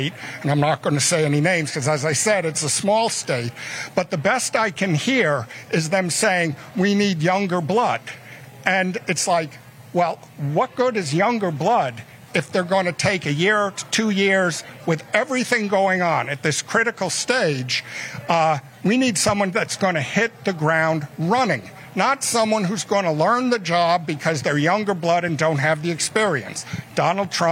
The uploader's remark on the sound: Live From The MAGA Bus Tour